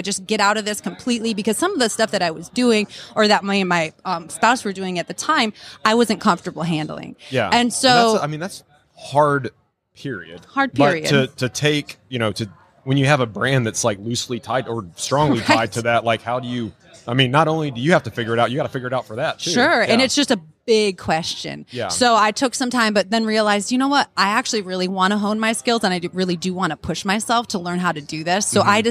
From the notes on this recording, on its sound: LIVE from HAVEN 2022